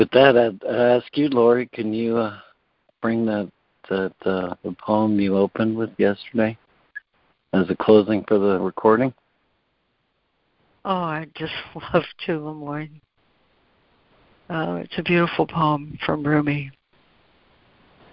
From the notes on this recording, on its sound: ACIM Daily Conference Call